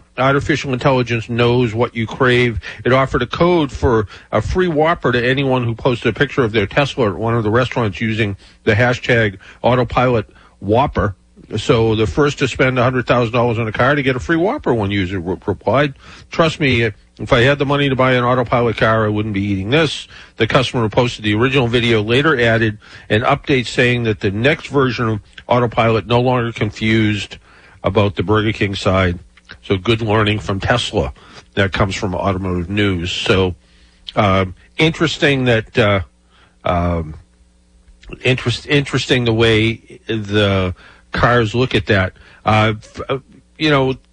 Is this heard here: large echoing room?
no